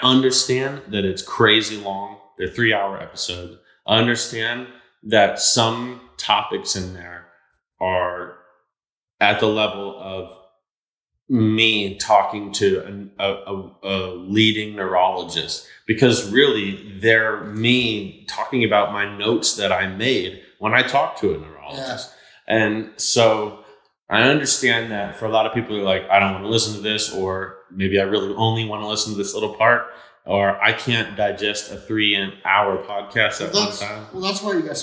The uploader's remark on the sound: This was an impromptu podcast that was recorded at 2 A.M. In a hotel gym! It has a little bit of echo that we couldn't totally get edited out. Sat down, while in Florida, in an attempt to record a podcast.